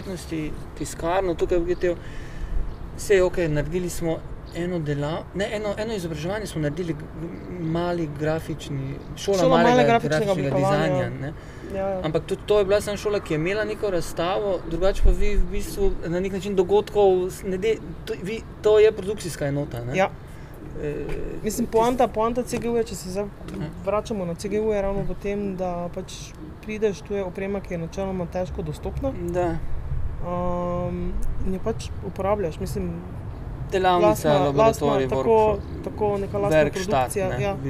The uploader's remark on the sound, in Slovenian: na ulici pred hišo ter pred publiko